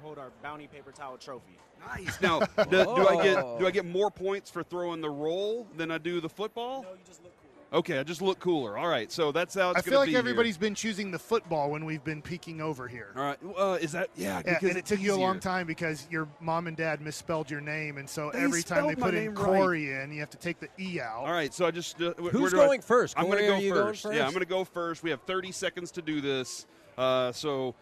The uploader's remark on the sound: LIVE from Radio Row in Las Vegas!